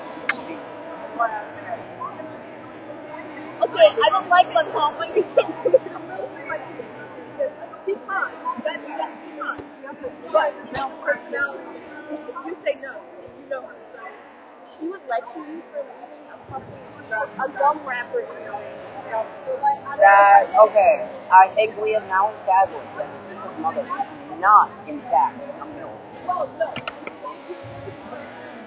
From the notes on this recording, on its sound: We have no idea what happened to the audio here, but feel free to try and decipher it.